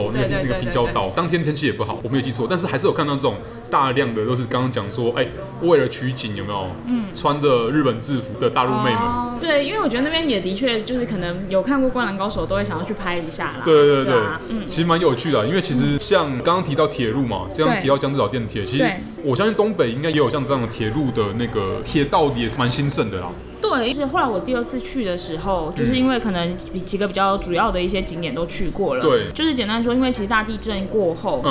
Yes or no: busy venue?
yes